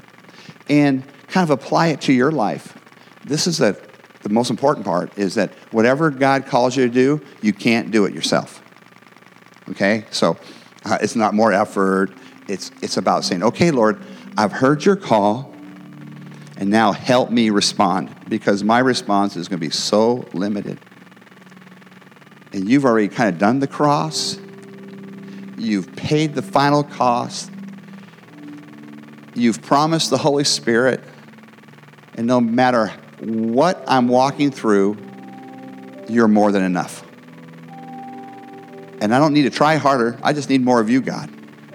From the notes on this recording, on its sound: the gospel preached at our church on Sunday